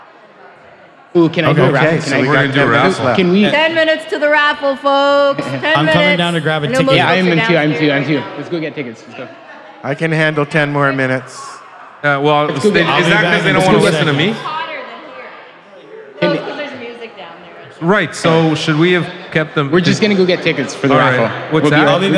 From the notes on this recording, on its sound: We're coming at you live from CannaCrawl !